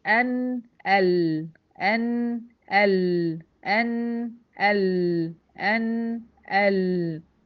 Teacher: هتحسي إن اللام مش الطرف هو اللي بيريح اللثة اللي فوق، لأ الحافة الأمامية كلها، يعني حاجة مساحة أكبر من إيه، من الطرف ده، غير إنها متقدمة، لأ مساحة أكبر من طرف اللسان، هتلاقيها مريحة على مساحة أكبر من اللثة برضه. · Term: مخرج اللام